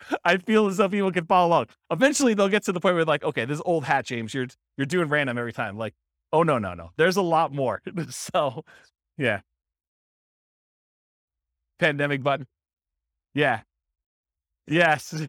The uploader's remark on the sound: This was a live class recorded